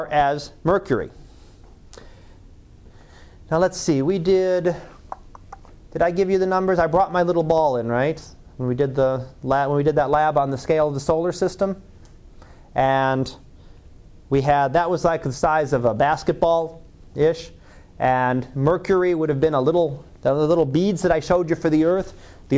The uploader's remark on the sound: Live Class Lecture